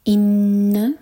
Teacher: نون پر شدہ تو نون پر غنہ دو سیکنڈس کا ٹائم دیں گے